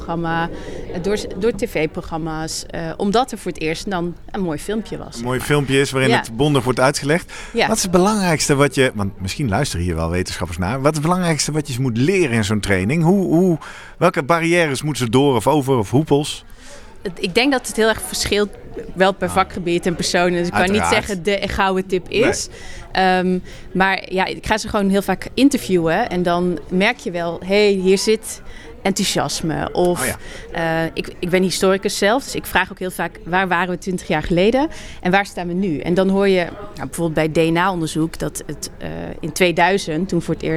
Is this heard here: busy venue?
yes